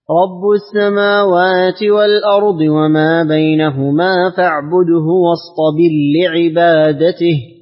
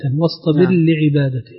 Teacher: تذهب الراء وتدخل وين؟ تدخل في اللام. في اللام كاملة · Term: الإدغام